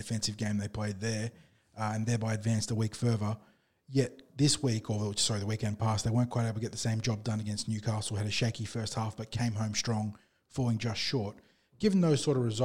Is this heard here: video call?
no